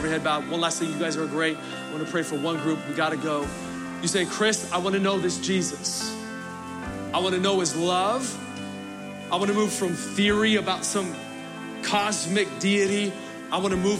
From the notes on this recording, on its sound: Recorded Live at Capital Church in Meridian, Idaho